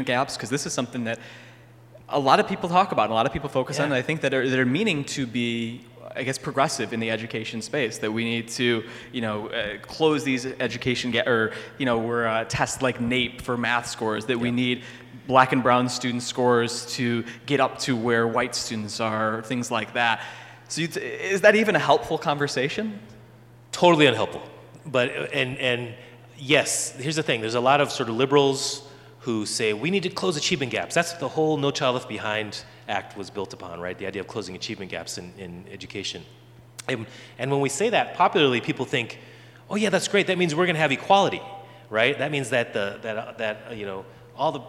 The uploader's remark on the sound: A LIVE conversation at Beloit College. Hear the live conversation and audience Q&A!